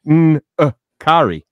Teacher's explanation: the apostrophe makes it a glottal stop. So it should actually be Nkari.